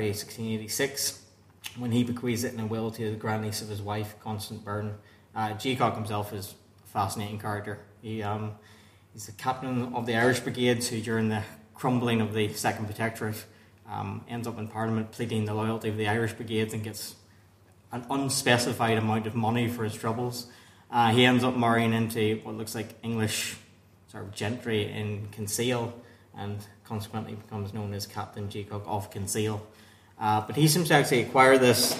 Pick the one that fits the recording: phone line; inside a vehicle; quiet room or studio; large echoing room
large echoing room